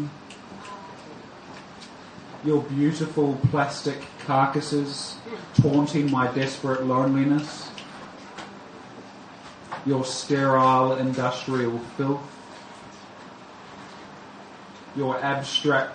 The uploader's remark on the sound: Recorded at the delightful island of supportive self-expression in the ocean of alienation and loneliness, Spoken Word at Bar Oussou, 2018-05-21